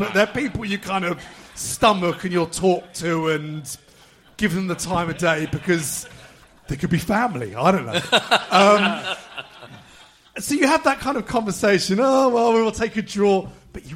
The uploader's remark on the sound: This show was recorded live at the Albany in Great Portland St, W1.